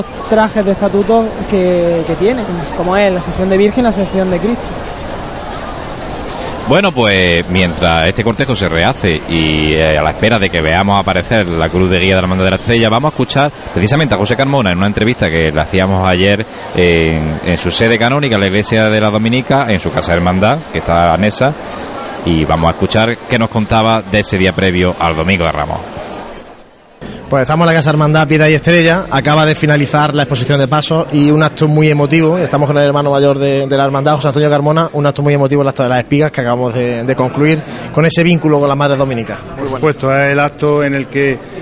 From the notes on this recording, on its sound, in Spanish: Pasión en Jaén. Domingo de Ramos Tarde 2014. Llega la Cruz de Guía de la Estrella. Primeros sonidos del Paso de Misterio de Ntro.